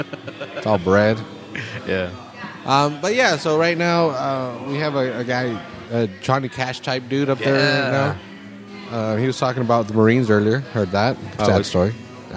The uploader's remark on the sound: Seaside Open Mic. This episode was recorded at the Press Club in Seaside. They are hosting a monthly open mic every first Friday of the month so we went to check out the first one of the year.